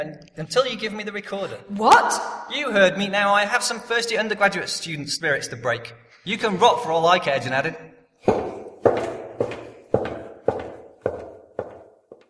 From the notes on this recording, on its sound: We finally recorded an episode (1 of 2) with a live studio audience. Our cover art shows some of the presenters and audience who braved the rain at Jodrell Bank during Jodcast Live.